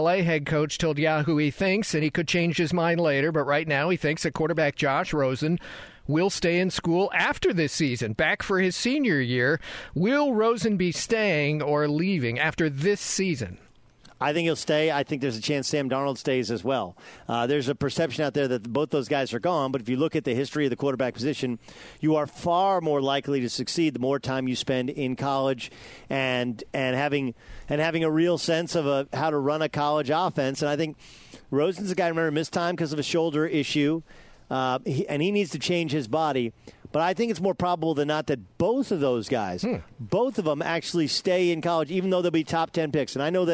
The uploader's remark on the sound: broadcasts live from Los Angeles Chargers training camp